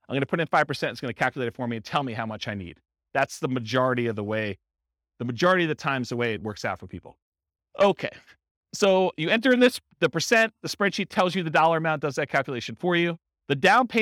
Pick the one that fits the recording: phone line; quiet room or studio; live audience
live audience